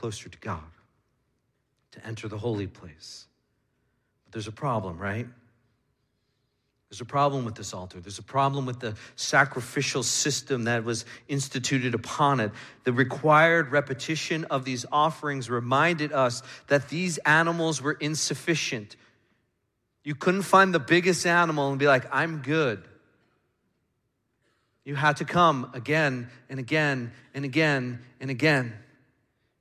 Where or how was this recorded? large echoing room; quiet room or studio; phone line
large echoing room